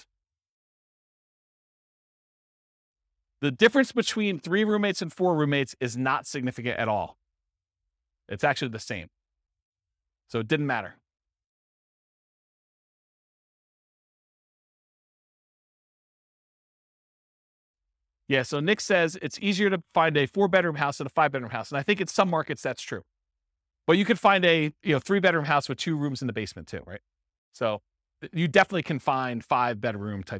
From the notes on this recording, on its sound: This was a live class recorded